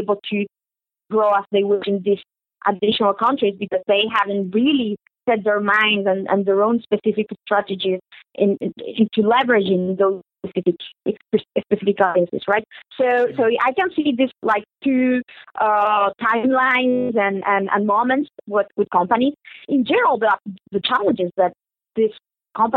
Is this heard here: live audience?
no